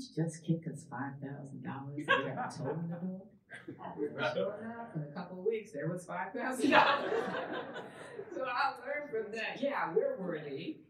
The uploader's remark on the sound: A panel recorded live at the fiftieth anniversary celebration of Southern Exposure magazine, held in March at the University of North Carolina Chapel Hill’s Wilson Library.